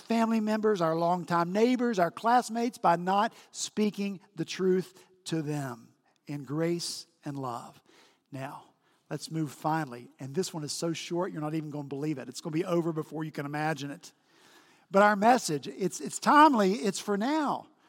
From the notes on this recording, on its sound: At Redeemer Presbyterian Church in Charleston, SC